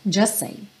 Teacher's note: a gente acaba não ouvindo a letra T final, e aí o S já junta com a próxima palavra, que aqui é say, também começando com S, então just say, just say.